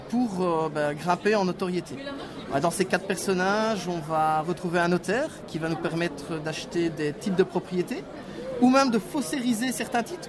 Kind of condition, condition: setting, busy venue